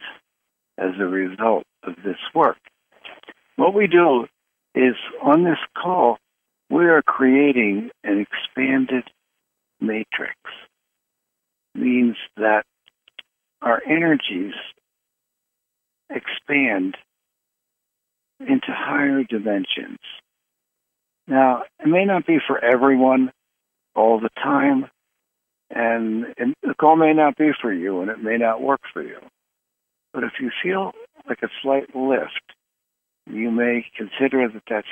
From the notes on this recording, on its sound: Conference Call LIVE